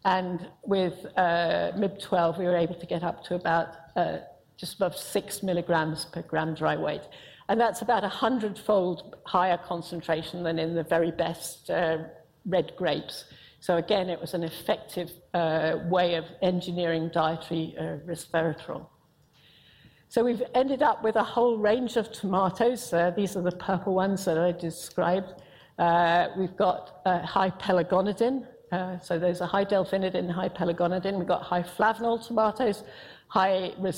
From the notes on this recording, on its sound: IFE Grand Challenge Lecture, recorded 1 November 2018 at QUT